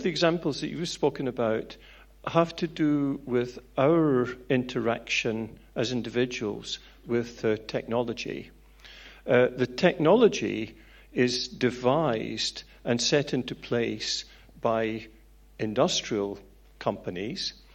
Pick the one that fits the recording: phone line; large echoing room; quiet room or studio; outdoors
large echoing room